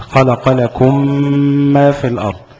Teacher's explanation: الميم المشدده دي هتاخد غنه بمقدار حركتين